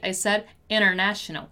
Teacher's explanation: when I said the word international a little faster, I didn't pronounce the letter T, right? I said international.